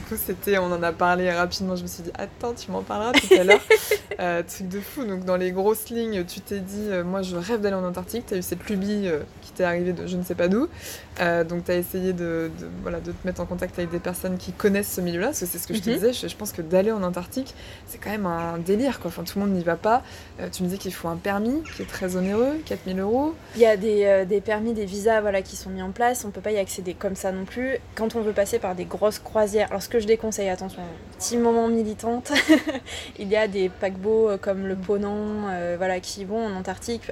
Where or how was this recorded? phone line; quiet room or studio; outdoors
outdoors